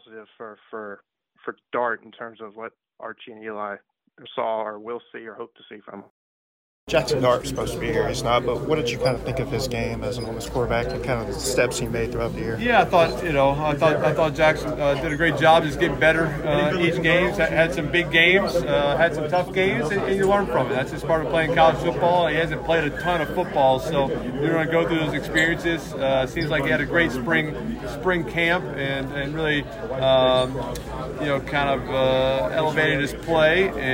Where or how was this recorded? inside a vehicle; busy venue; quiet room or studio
busy venue